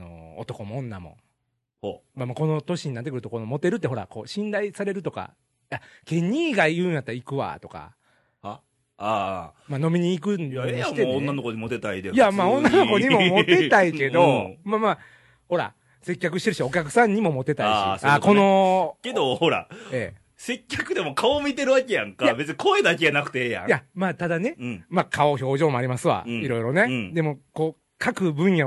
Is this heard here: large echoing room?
no